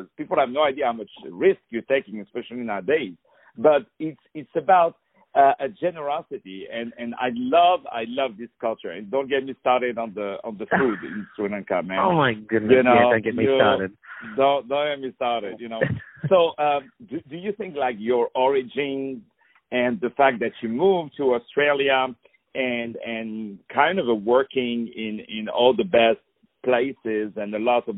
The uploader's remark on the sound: On the phone